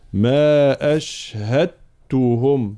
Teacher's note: كلمة أشهدتهم أصلها أشهدتهم، ولكنها تدغم الدال في التاء، فيصيران حرفا واحدا من الجنس الثاني، أي تاء مشددة. ما أشهدتهم هكذا، فالانتباه.